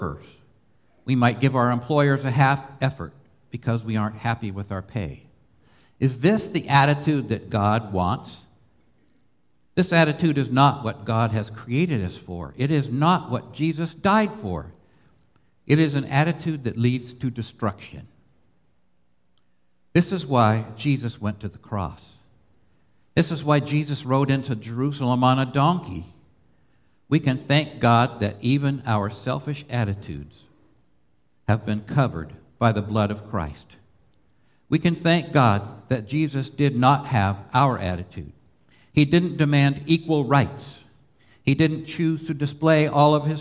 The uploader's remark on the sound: Live Worship Service